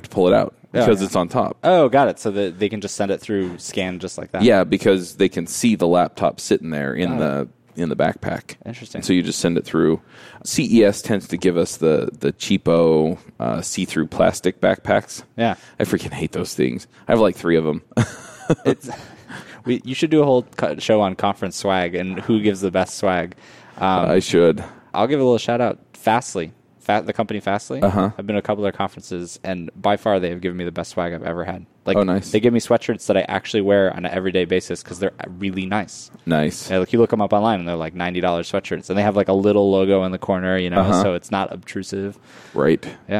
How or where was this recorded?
busy venue